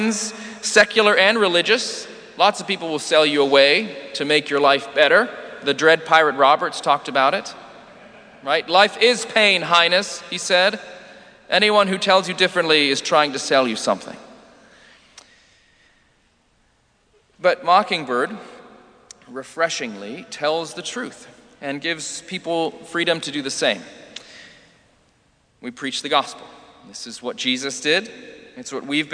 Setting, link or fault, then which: setting, large echoing room